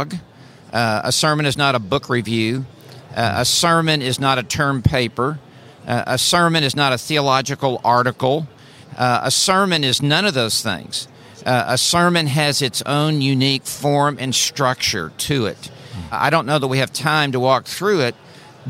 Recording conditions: busy venue